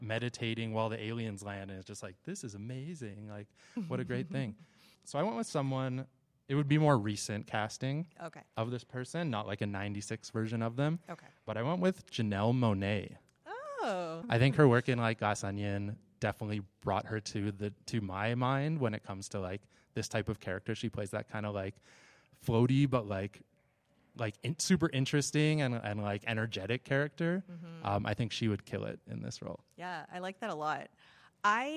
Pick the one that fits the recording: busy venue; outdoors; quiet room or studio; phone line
busy venue